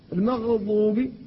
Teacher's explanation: فالذي يقول المغضوب هذا بالغ فقلقل الغين وليست من أحرف القلقلة، والذي يقول المغضوب أسقط الغين وأخفاها، وهذا ما تسمعونه لدى بعض الأئمة المتفاصحين الذين يريدون النطق بالضاد نطقا صحيحا يخفون الغين قبلها في المغضوب.